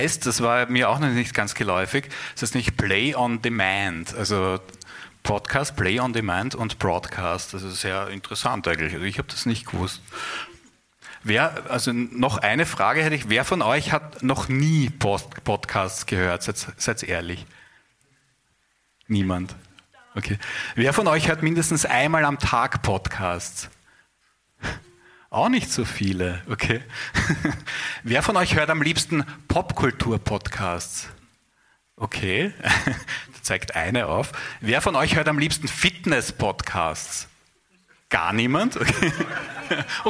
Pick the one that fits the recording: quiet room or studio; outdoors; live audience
live audience